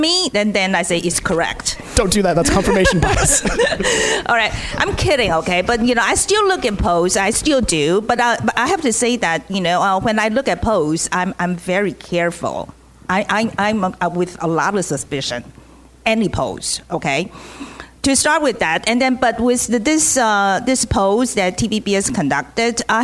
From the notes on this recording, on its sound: a special ICRT-TVBS World Taiwan election roundtable event recorded at the National Taiwan Normal University in Taipei